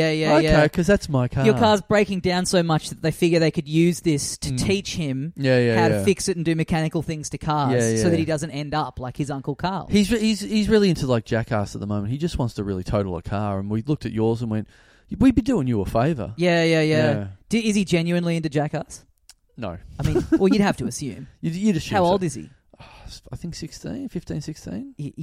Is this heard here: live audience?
no